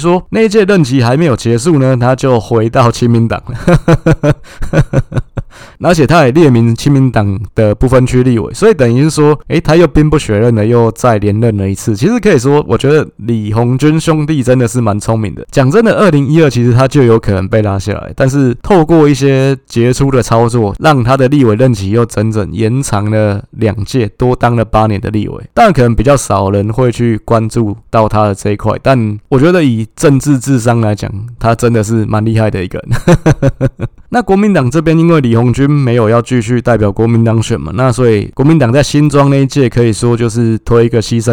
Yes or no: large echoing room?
no